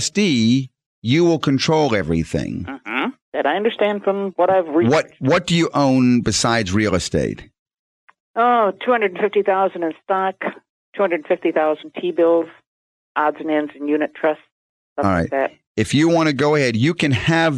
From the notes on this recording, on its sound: Financial planning call-in show.